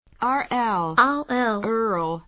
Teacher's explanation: R と L の間に曖昧母音、という音が入るパターン